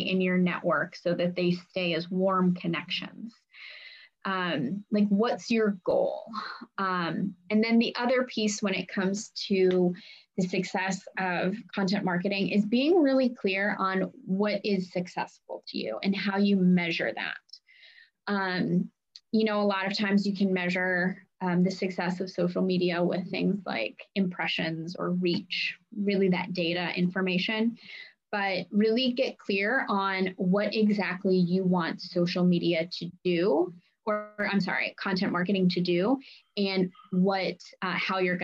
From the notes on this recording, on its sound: on a Zoom meeting with several Davidson College students